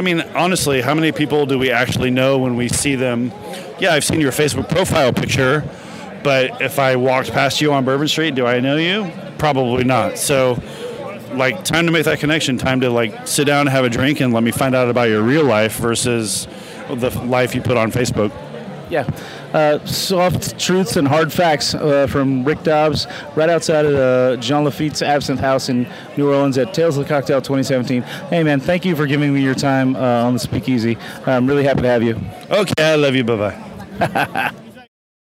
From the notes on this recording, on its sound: reporting from the field at Tales of the Cocktail in New Orleans, the world's premier cocktail festival